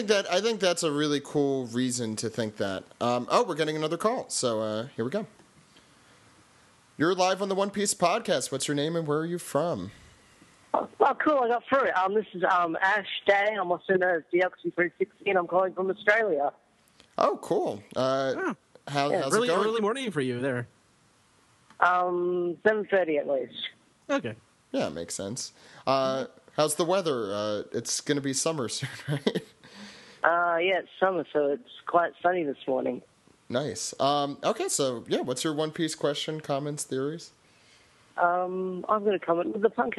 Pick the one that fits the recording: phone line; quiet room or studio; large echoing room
phone line